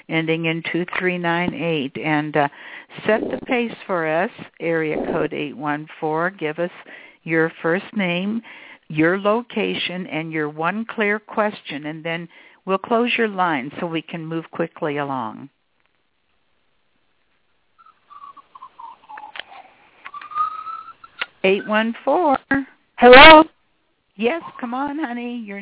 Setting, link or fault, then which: link, phone line